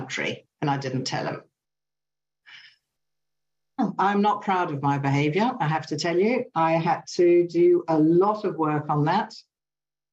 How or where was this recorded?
video call